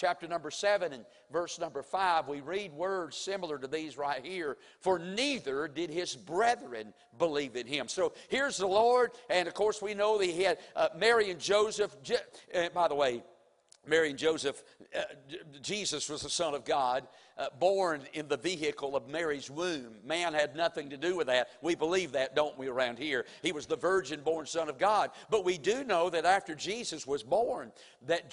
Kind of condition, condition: setting, large echoing room